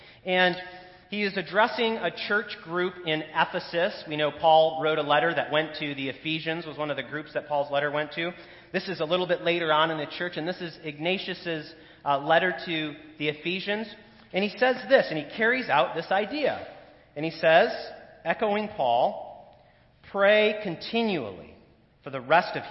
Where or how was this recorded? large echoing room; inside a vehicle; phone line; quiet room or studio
large echoing room